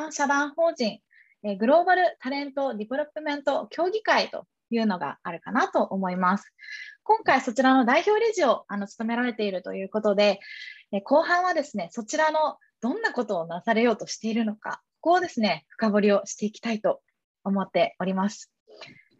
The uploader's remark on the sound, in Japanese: 〇方 法：ウェビナー（Zoomでのオンライン配信）。